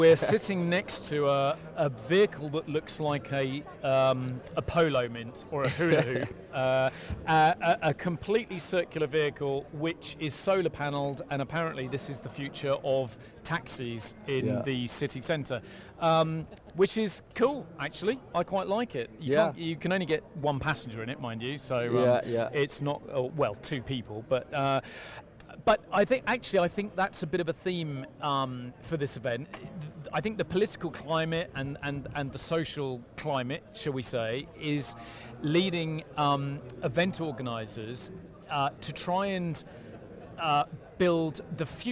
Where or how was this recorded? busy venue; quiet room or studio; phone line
busy venue